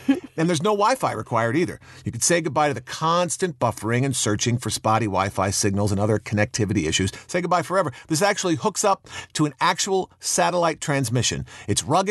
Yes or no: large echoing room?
no